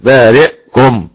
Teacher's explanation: أبو عمرو يسكن الهمزة بارئكم ولا يبدلها